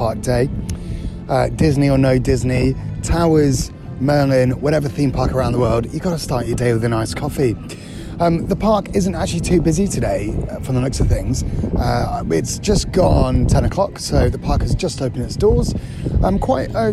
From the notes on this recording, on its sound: AT THE PARK: Alton Towers. Enjoy the sounds of the park.